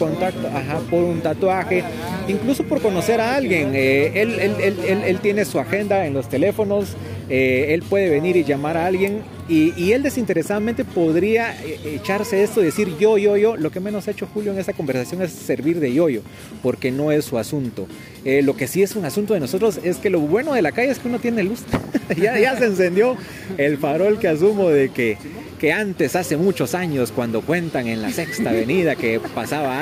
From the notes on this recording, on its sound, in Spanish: Puente Levadizo salió a la calle y por eso escucharán bastante sonido ambiente en este episodio, incluso, algo de hip-hop. En el parque San Sebastián se reúne un grupo de jóvenes que se dedican al arte urbano.